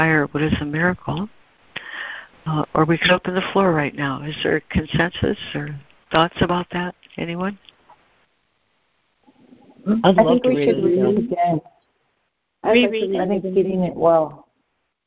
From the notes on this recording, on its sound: ACIM Daily Conference Call